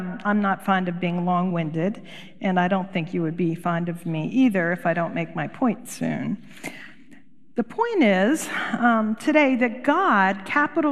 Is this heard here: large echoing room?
yes